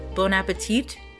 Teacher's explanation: in America, for some reason, we'll say like bon appetit, like with a T sound at the end, but it's actually bon appétit, like the T at the end is silent.